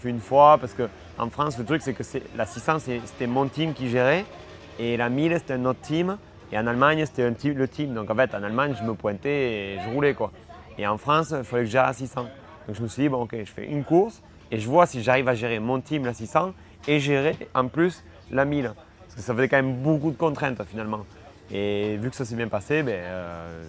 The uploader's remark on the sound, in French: enregistré au circuit Carole lors de l'étape du FSBK qui s'est déroulée sur le Circuit Carole en août dernier